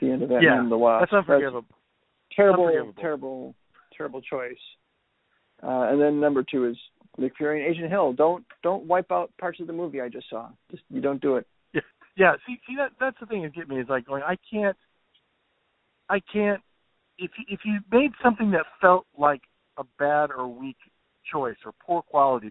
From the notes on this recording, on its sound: have a "quick" phone call